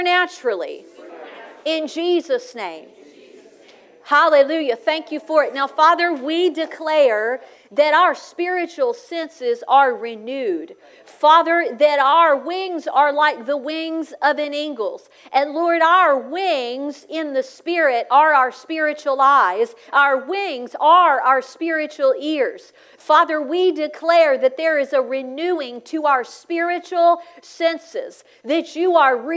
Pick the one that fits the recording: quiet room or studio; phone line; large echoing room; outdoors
large echoing room